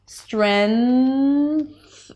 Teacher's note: you can place the N on the teeth, preparing for the TH sound. · IPA: strenθ